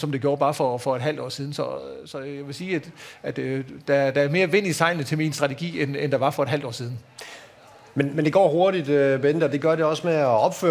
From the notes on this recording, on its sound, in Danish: udsendelsen er optaget under Aarhus Festuge foran et publikum i Jyske Bank LIVE-studiet på Strøget, Søndergade 5.